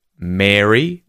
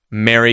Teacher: Mary, as in the name, which is the long air vowel sound, as opposed to the short e in Merry, or with the vowel sound a in marry, as in to marry someone.